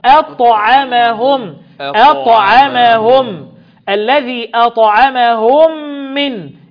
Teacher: الميم الساكنه بعدها الميم، ادغام مثلين صغير